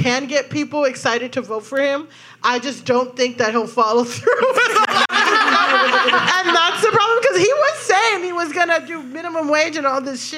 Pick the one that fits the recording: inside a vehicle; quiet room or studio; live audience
live audience